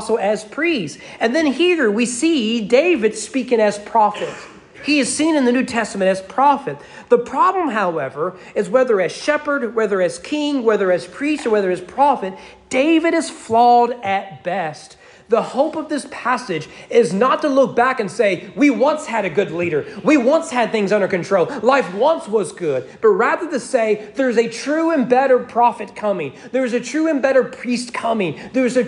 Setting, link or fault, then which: setting, large echoing room